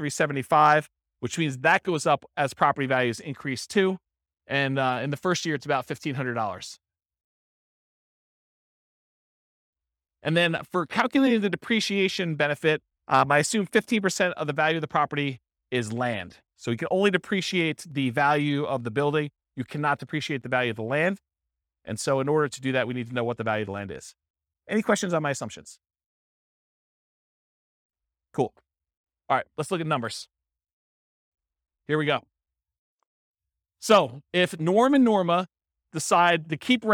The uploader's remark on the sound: This was a live class recorded